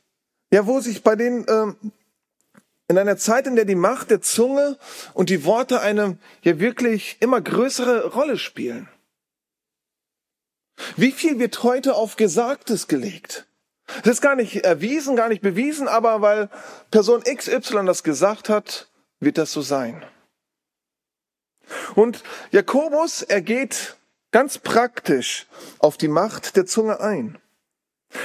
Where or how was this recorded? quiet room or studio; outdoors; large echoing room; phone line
large echoing room